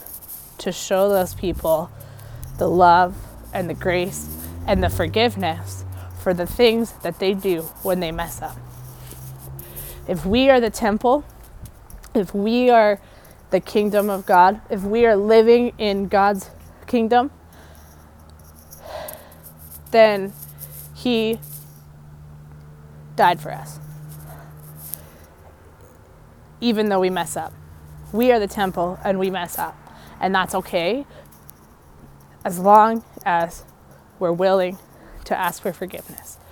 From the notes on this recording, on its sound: I apologize for the background noise!